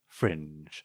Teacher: it's neutral sounding, and then you've got this very lowering intonation towards the end